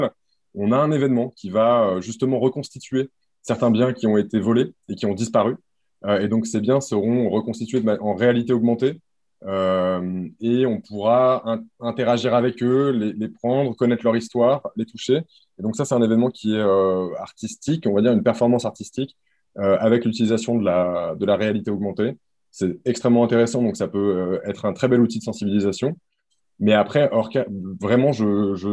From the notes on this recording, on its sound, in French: Séminaire de recherche enregistré sur Zoom